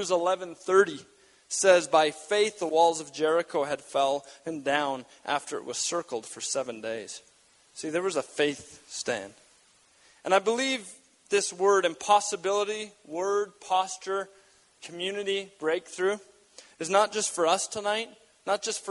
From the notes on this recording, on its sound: We gathered at North Pointe Community Church in Edmonton, AB as the first significant snow fell outside.